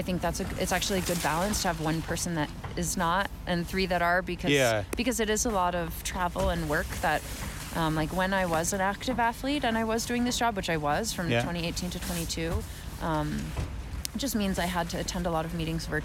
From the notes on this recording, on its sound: The IBU Cups in Canmore Canada. Sorry about the loud wind sounds during some of the recordings. I tried to remove them but it would take away some of the speakers as well.